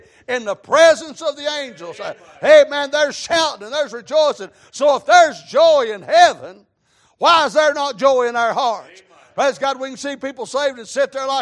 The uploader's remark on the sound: Sunday Evening Service.